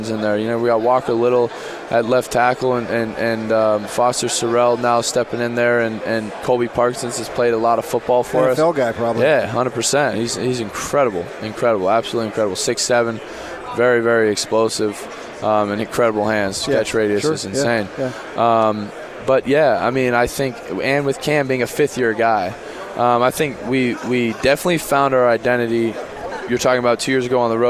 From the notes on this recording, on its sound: live from PAC 12 Media Day